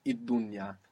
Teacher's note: Om is mother, dunya is world, and the world, il dunya, becomes idunya